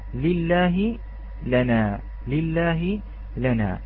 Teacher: كلمة لنا نحذر بترقيقها، نحذر من تفخيمها، علينا بترقيق هذه اللام